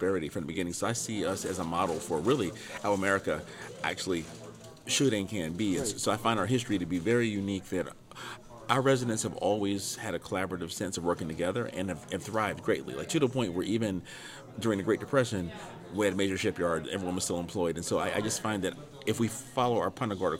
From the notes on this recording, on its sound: took place at the Preservation on Main Street Conference in Deland, Florida, on July 28, 2022.